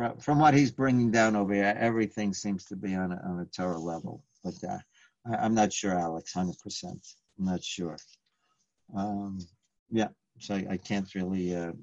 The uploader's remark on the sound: Live On Zoom